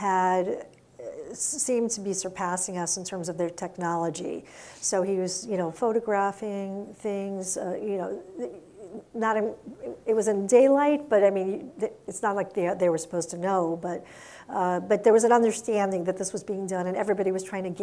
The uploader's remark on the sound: we go back to our in-person event